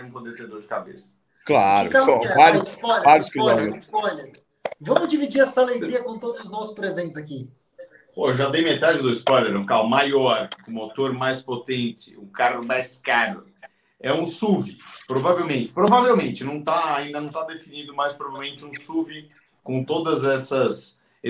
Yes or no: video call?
yes